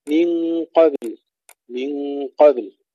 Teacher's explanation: المحافظة على قلقلة الباء وسكونها ثم سكون اللام وإظهارها